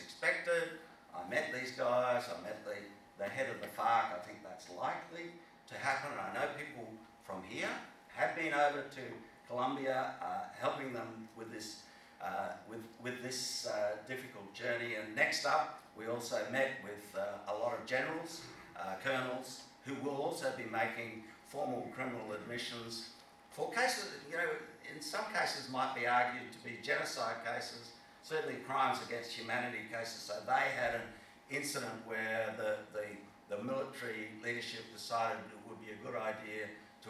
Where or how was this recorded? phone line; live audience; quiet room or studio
live audience